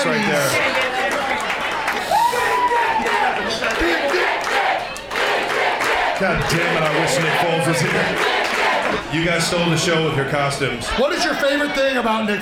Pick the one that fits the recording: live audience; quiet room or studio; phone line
live audience